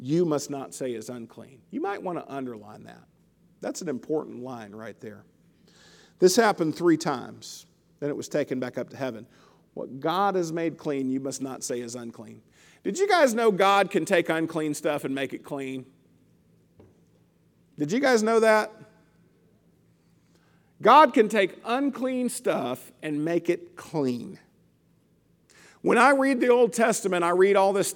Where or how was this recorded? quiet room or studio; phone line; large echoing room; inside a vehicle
large echoing room